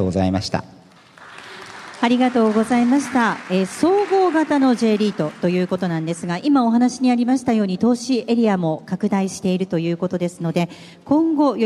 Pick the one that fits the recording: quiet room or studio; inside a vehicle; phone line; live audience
live audience